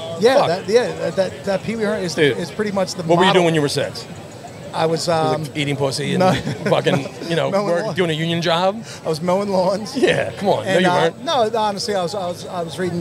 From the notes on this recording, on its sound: We went live from the Wells Fargo D1 lot. With Guests and the wild atmosphere.